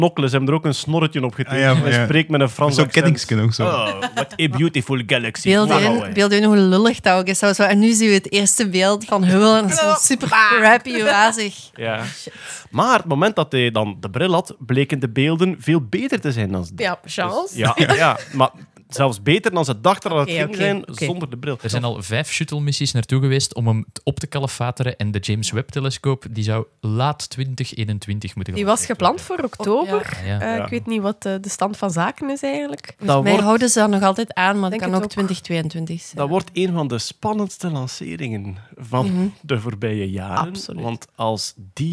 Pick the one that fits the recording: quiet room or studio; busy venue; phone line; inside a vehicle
quiet room or studio